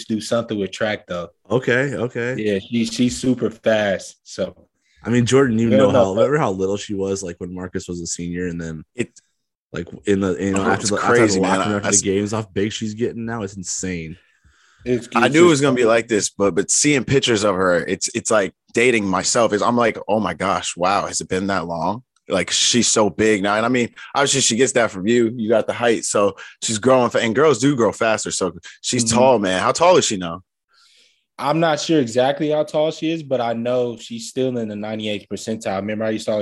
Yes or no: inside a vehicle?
no